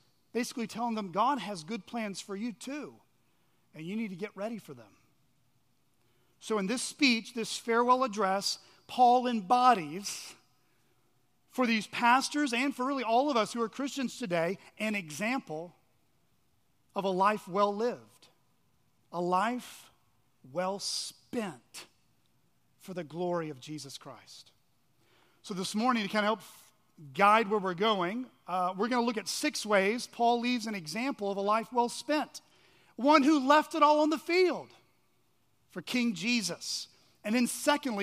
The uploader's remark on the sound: at Chaffee Crossing Baptist Church in Barling, AR.